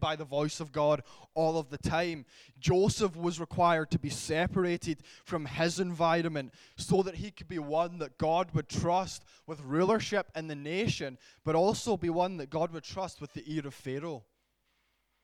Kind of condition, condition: setting, large echoing room